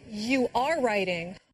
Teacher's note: Did you hear the stress on the verb be when … said am and are?